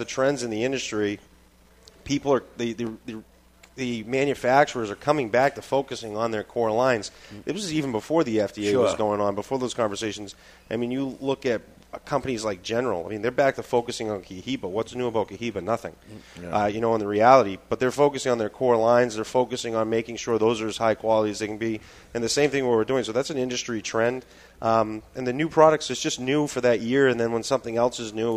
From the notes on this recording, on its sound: live from Two Guys Smoke Shop in Salem, NH